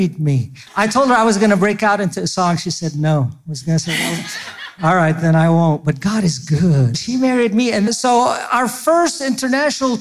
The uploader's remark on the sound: Don’t miss this excerpt from our recent Blue Cord Women's Conference.